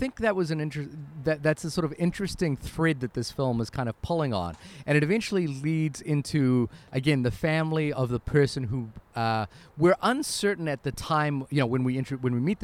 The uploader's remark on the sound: Recorded in a cafe in Bilbao, Spain.